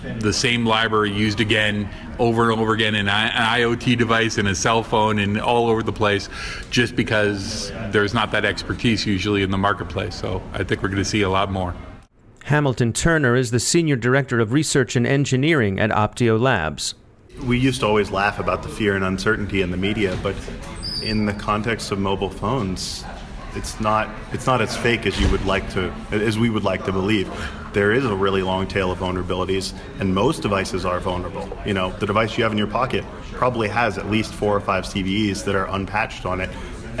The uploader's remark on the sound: The 2016 Black Hat conference is underway in Las Vegas this week. Special report from the show floor.